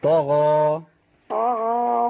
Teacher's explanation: الغين هنا مفخمة تفخيم عالي والألف تابع ليها. طغى.